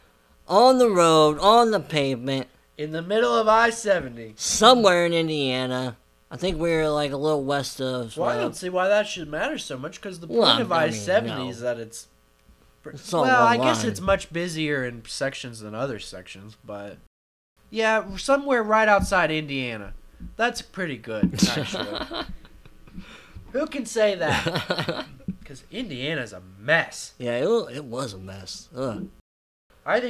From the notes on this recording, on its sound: We apologize for the buzzing you may hear in the audio. This was our first recording together since last year, and we had not yet found the best place to set up for the recording.